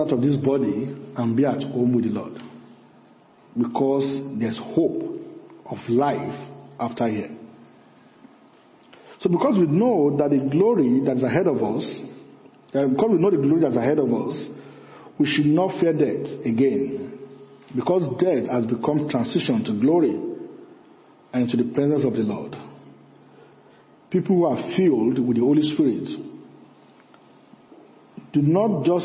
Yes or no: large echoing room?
yes